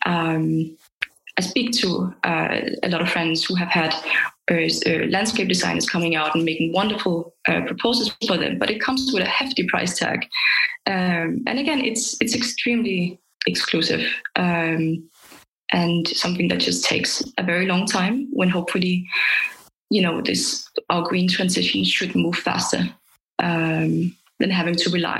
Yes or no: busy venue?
no